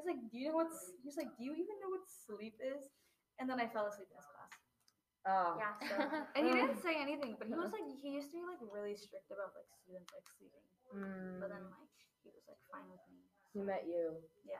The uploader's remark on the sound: Our sound was a bit quieter for this one due to a temporary change of location, so please turn your sound up for this one!